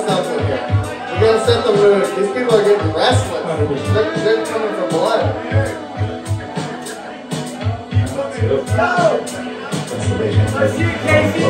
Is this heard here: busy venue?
yes